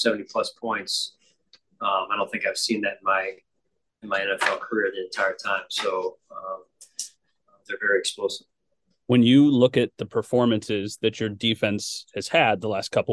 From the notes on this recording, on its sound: speaks with the media via Zoom